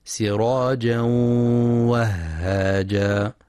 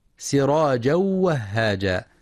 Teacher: ينتبه القارئ لغنة الإدغام · Shown in: first take · سراجا وهاجا، فلا يقرأ سراجا وهاجا بإدغام بغير غنة، وبعضهم يقرأ وهاجا بدون تشديد الهاء وهاجا، والصواب تشديدها وهاجا مع مراعاة الهمس.